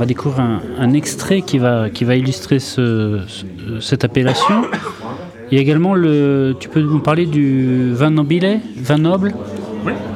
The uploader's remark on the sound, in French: Rendez-vous était donné aux Caves de Prague (Paris XII) pour une session enregistrée en public.